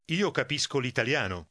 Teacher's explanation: Notice how the L gets tacked on to the following word.